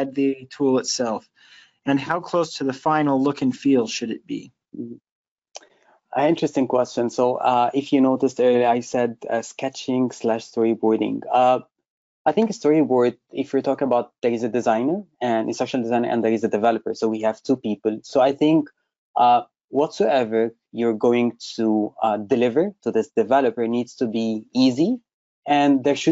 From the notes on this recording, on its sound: webinar recording